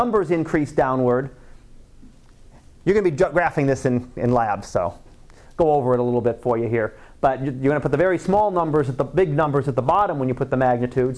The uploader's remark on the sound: Live Class Lecture